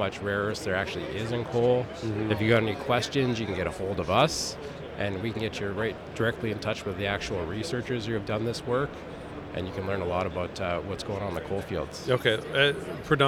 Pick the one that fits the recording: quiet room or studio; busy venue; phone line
busy venue